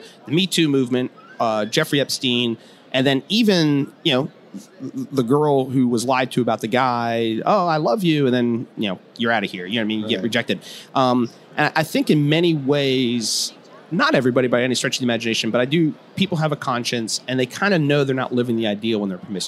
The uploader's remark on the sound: interview with me at the G3 Conference